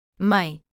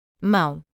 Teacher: The nasal semivowels J and W can be thought of as the nasal counterparts to the oral semivowels J and W. To produce these sounds, the airflow is directed through the nose as well as the mouth. For instance, the J is a nasalized version of the EI in yes, found in words like mãe, mother, whereas W is reminiscent of the W in a nasally spoken one, heard in words like mão, hand.